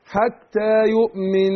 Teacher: النون المشددة هتاخد غنة حركتين